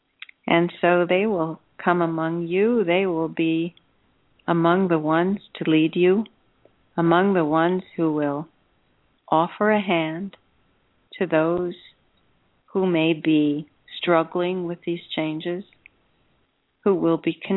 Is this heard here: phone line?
yes